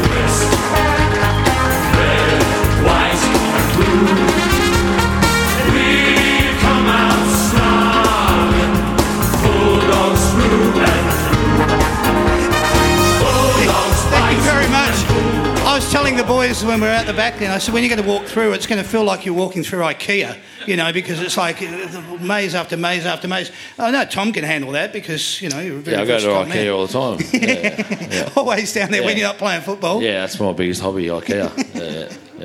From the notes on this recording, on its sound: That's Good for Footy panel show LIVE from the Waterfront on the Pier, Port Melbourne